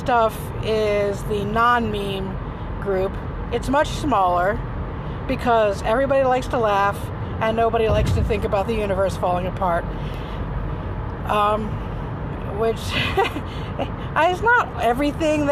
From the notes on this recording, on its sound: talks to herself in the car